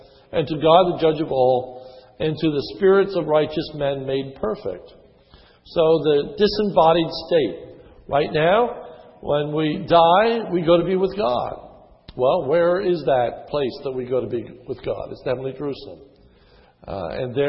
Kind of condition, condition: setting, large echoing room